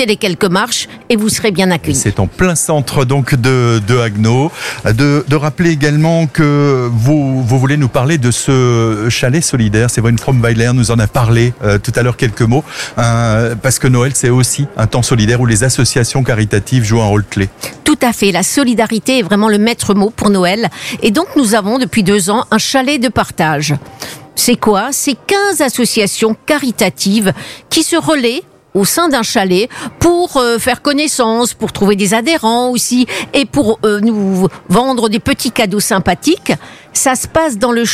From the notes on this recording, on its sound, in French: Emission en direct depuis la place Joseph Thierry à Haguenau.